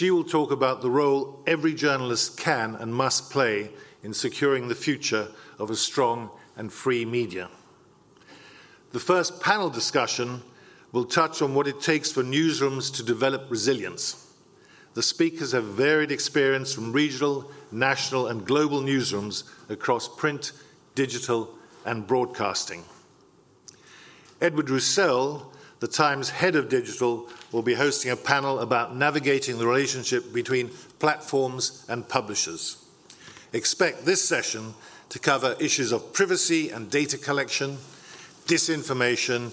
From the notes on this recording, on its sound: opens our Newsrewired conference